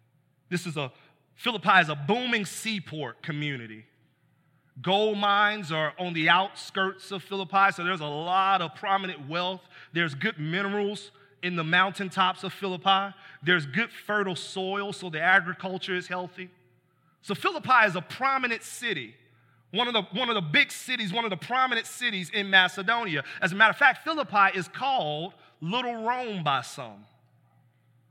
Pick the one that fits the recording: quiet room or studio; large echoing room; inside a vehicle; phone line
large echoing room